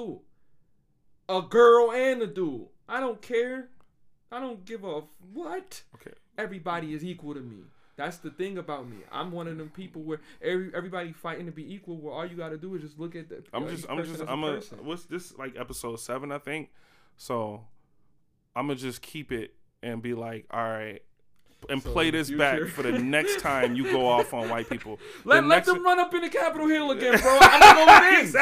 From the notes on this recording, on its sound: The mic still kind of low.